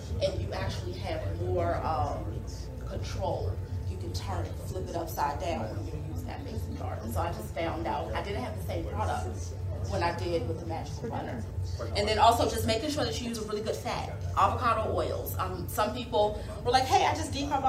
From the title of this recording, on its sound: A Live Demo | Alternative Products Expo | Fort Lauderdale 2022